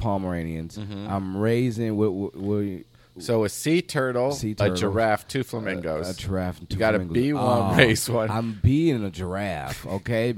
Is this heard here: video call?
no